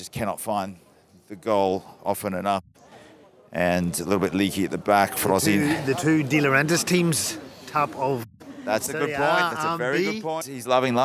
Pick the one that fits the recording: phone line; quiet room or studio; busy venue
busy venue